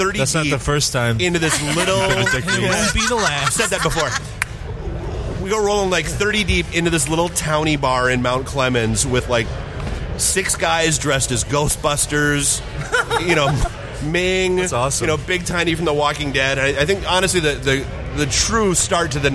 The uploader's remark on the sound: Podcast Detroit live from Michigan Comic Book Expo